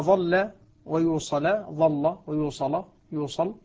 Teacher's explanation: يقصد أو الذي يعنيه بهذا البيت هو أن ورشا عن نافع رحمه الله جميعا يغلظ اللام إذا وقعت بعد ثلاثة أحرف، بعد الصاد أو الطاء أو الظاء، هي ثلاثة أحرف من الأحرف المطبقة، وبقيت الضاد ولم تدخل في هذه الحروف.